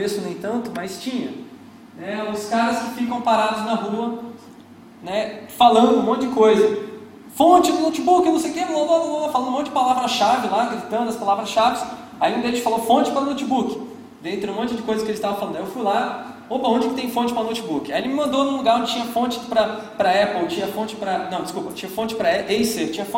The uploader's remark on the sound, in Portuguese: Palestra gravada no Searchlabs 2010. Palestra gravada no Searchlabs 2010.